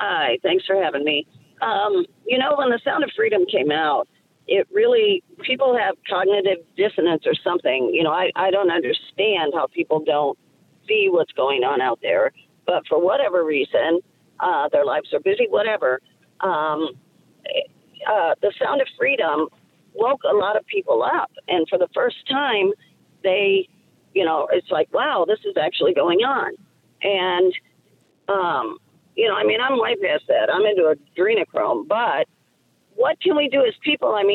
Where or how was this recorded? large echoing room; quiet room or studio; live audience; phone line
phone line